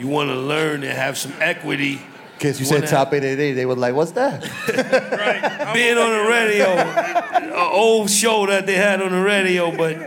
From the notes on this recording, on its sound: at our South by Southwest panel